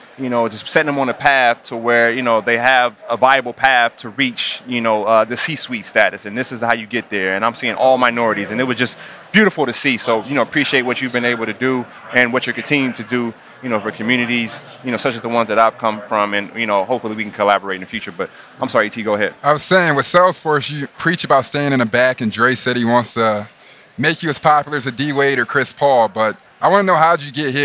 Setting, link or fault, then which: setting, busy venue